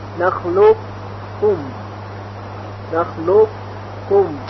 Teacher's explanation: قبل از تلفظ کاف مشدد صفت استعلاء حرف قاف در صوت اثر میکنه و صوت درشتر شنیده میشه